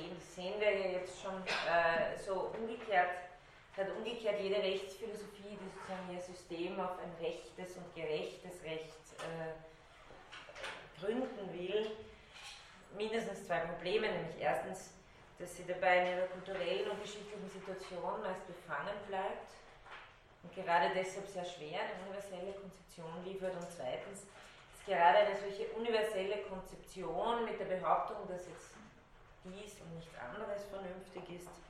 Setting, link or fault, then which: setting, large echoing room